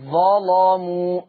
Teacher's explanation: قرأ ورش بتغليظ اللام في لفظي ظلموا تقرأ ظلاموا سمعين صوت اللام لا ظلاموا في الآية 150.